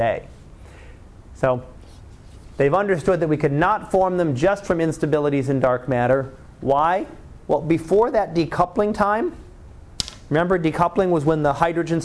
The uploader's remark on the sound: Live Class Lecture